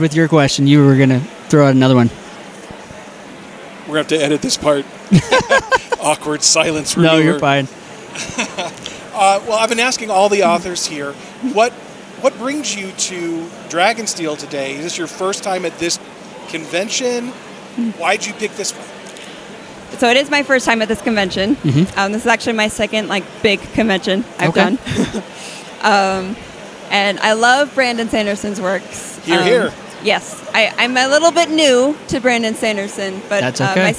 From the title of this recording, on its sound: Live From DragonSteel 2023